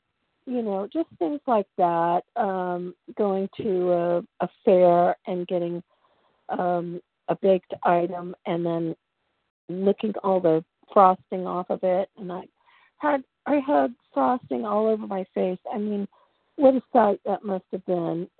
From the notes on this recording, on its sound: 100 Pounders Phone Meeting, 11/15/23.